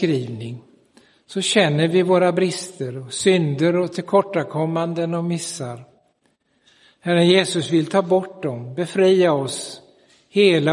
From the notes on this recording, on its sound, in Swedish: Inspelad i Roseniuskyrkan den 11 september 2022.